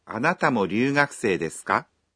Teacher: добавьте частицу «ка» после «дес» и произнесите фразу с повышением интонации